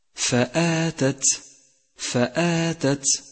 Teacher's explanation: لاحظ صفة الهمس لحرف التاء في كلمة فآتت